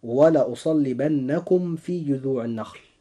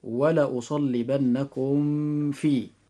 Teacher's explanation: لاحظتم إخوة الإسلام أن حرف الميم الساكن حينما يجيء بعده حرف الفاء لابد أن نفصل بينهما فصلا تاما عند القراءة · Shown in: first take · والقراءة السابقة وهي ولأصلبنكم في تعد من قبيل الخطأ، وذلك لأن مخرج الفاء قريب جدا من مخرج الميم، فهنا تقاربا مخرجا، فالقراءة لابد أن تكون هكذا: ولأصلبنكم في. · Term: الإظهار الشفوي